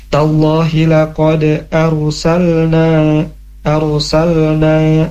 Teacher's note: Kemudian arsalna, huruf ra. Huruf ra punya sifat yang tebal ya, karena sebelumnya ada alif berharokat fathah, jadi tebal.